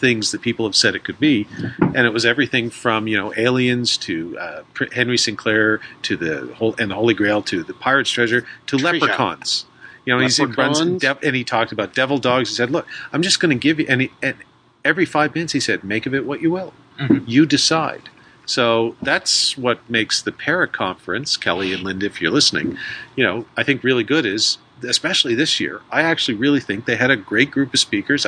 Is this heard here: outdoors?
yes